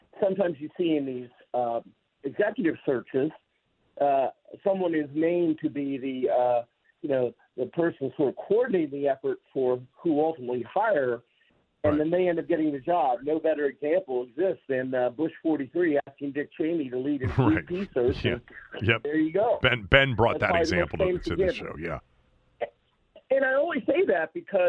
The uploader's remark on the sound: opens the phone lines to take calls from listeners